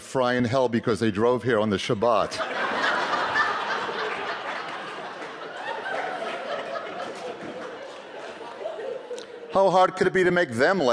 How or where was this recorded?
live audience